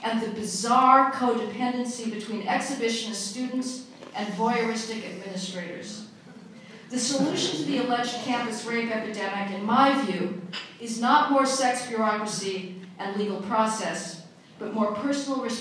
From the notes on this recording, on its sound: Audio from a speech delivered at the Federalist Society's 2014 National Lawyers Convention